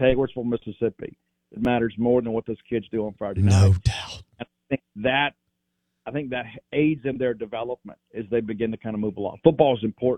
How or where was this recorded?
phone line